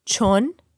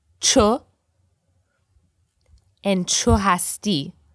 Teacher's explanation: here he drops the N because the Persian language is very flexible and you can play with words like that · Shown in: second take · So cho hasti, because you are.